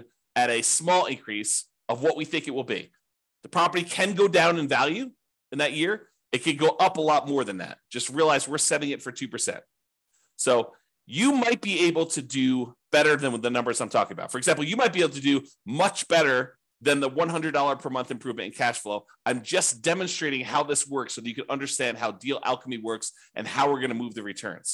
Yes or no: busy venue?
no